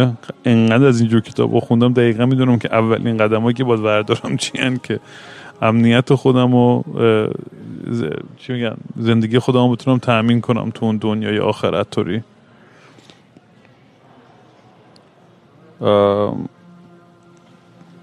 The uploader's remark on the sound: Once again I am at an airport rambling nonsense into the microphone. Airport Sessions.